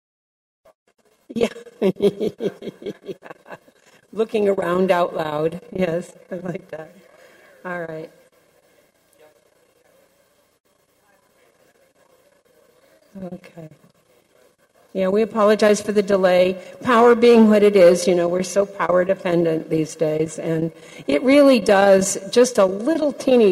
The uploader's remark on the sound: 2023 American Council of the Blind 62nd Annual Conference and Convention Renaissance Hotel and Conference Center, Schaumburg, IL and, via Zoom and ACB Media. General Session, July 6, 2023, Schaumburg Ballroom.